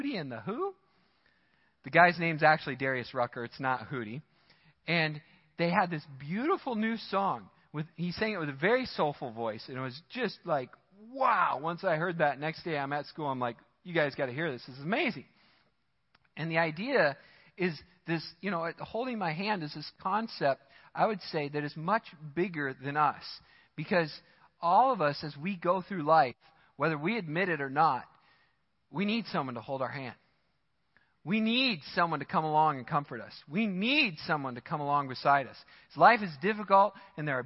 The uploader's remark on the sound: Midland Evangelical Free Church Sermon Audio